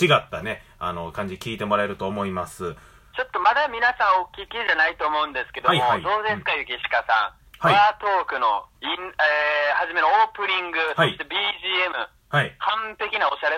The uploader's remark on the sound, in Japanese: の携帯が使えないということで、。実家の固定電話を使い、私の母親の携帯にかけて収録するという手段をとりました。